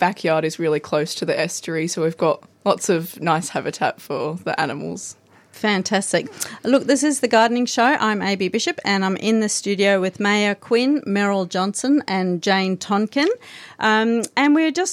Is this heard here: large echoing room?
no